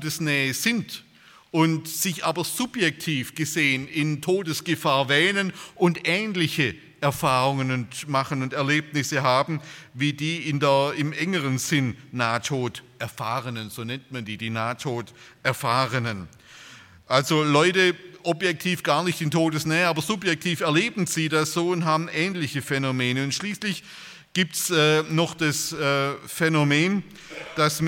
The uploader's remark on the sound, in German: bei einer Veranstaltung der Liebenzeller Mission